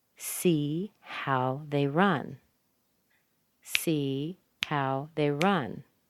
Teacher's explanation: The amount of time that I take to say see is the same amount of time that I take to say they run. · Term: one beat